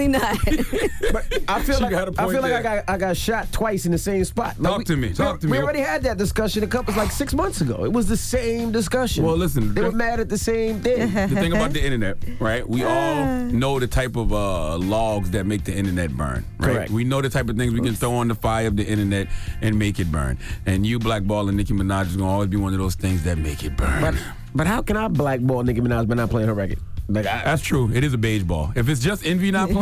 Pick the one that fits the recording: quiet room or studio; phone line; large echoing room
phone line